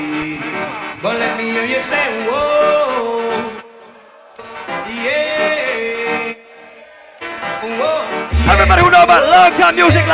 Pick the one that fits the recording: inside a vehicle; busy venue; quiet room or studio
busy venue